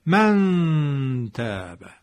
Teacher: نون مخفی میشه دیگه، از مخرج خودش در دهان اجرا نمیشه بلکه مخفی میشه · Term: اخفا